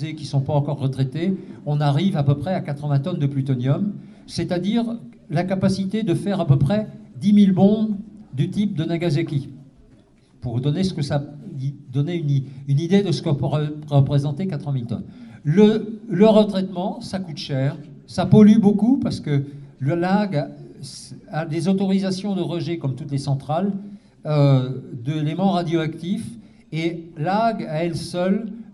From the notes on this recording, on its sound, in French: Soirée à la salle municipale de La Flèche : un morceau de la conférence sur le nucléaire.